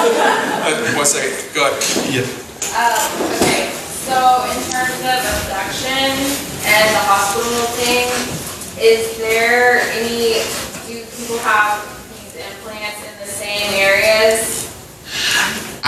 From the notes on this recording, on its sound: LIVE In Houston, TX. We went to Houston for our first live show and here is the audio from it!